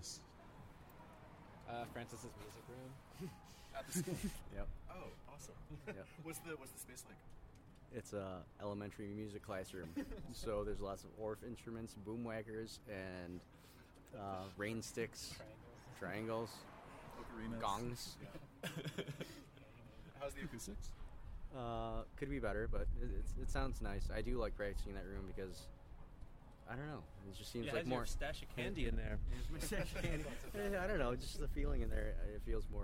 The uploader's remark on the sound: This interview and live performance was recorded at Jeju City's Magpie Brewing Co.